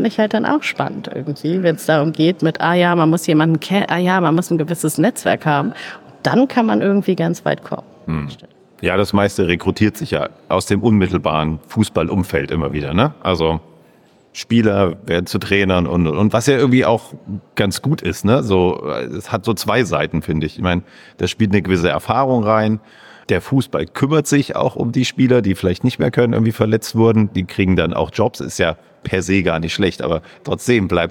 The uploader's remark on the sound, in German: Live auf der Solutions